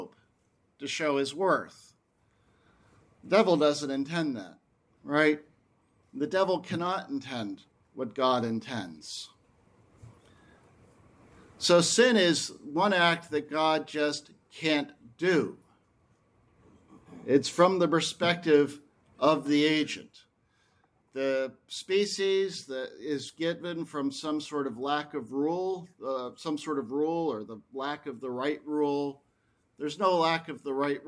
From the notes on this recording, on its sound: This lecture was given on June 2, 2023, at the 12th Annual Aquinas Philosophy Workshop at Mount Saint Mary College in Newburgh, NY